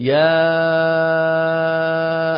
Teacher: هالألف هذه عم تتردد وين؟ ضمن هذين الفراغين، الفراغ الحلقومي والفراغ الفموي